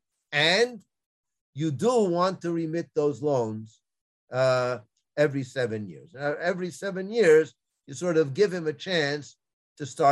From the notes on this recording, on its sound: This audio was originally captured from Zoom